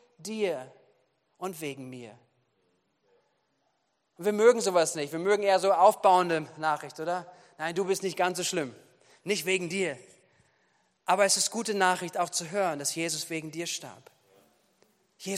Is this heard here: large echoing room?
yes